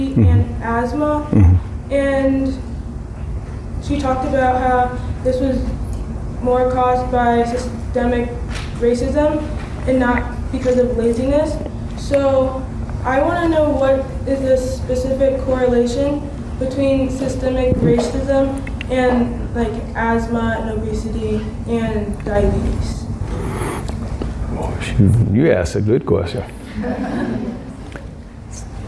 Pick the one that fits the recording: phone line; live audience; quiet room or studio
live audience